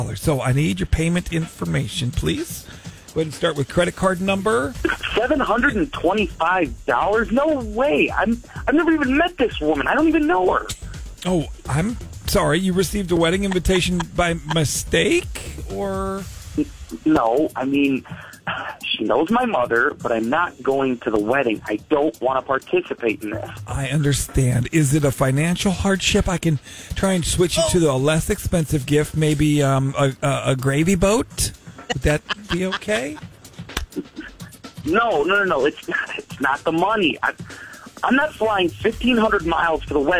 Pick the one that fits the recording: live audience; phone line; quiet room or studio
phone line